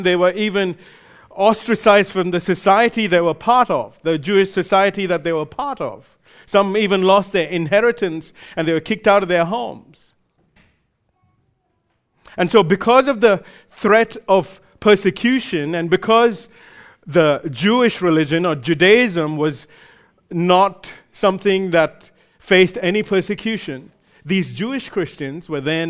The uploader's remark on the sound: recorded live at Grace Community Bible Church